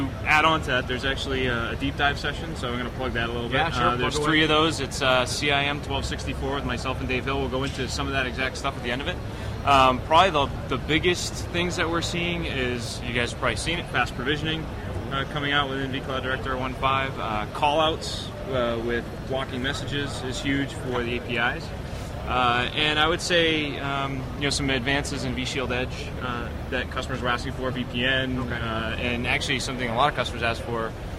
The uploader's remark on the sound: Live from VMworld 2011